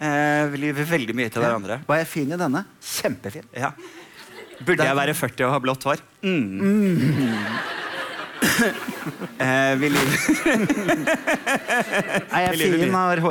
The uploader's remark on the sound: Live fra Oslo Podfest